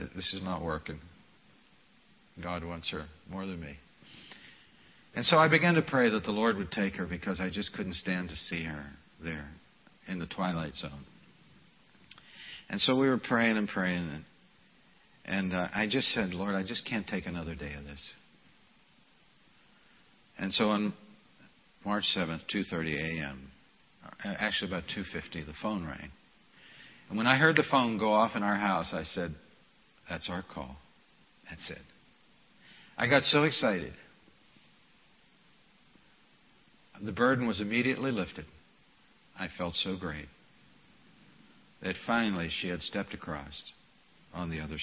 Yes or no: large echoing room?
yes